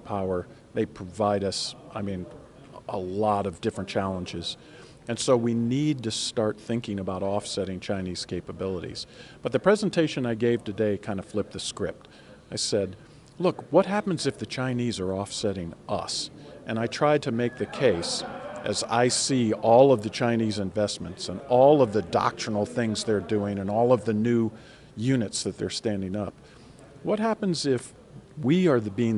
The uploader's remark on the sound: The interview was conducted on the sidelines of CNAS’ annual conference, this year titled, “Strategic Competition: Maintaining the Edge.”